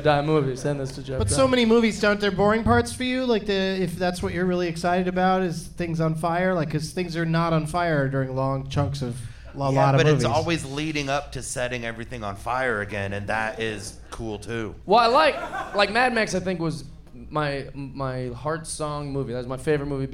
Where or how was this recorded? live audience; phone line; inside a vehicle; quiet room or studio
live audience